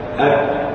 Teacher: تجد قوة يظهر في الشفتين جليا قوة الاعتماد على المخرج يظهر لأنه شديد